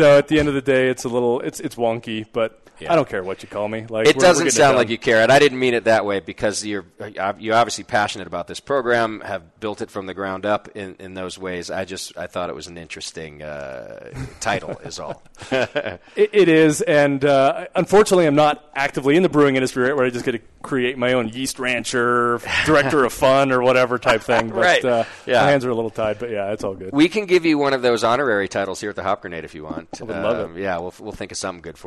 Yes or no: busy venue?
yes